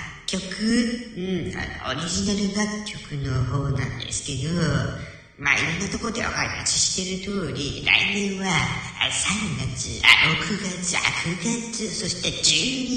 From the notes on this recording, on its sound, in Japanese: 公開収録。Stand.fm。